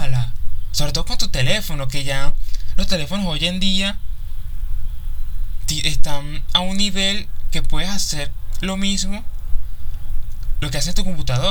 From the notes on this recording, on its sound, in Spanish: Me disculpo por los resultados de audio, grabé en muchas ocasiones, estuve nervioso por los resultados y ruidos en el exterior.